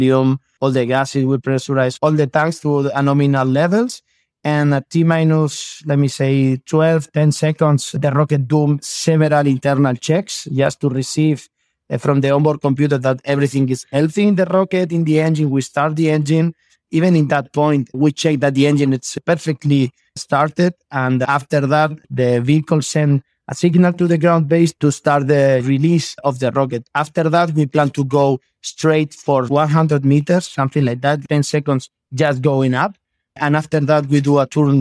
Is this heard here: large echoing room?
no